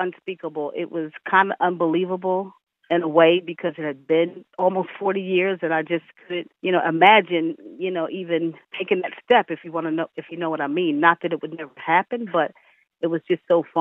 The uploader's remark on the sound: via phone